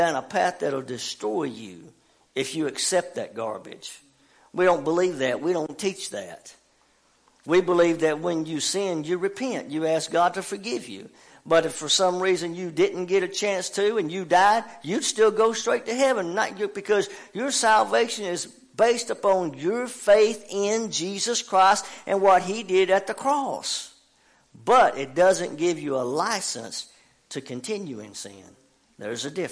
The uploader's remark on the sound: WELCOME TO OUR LIVE SERVICE. Family Worship Center in Athens Tennessee. To stream our music live over the internet.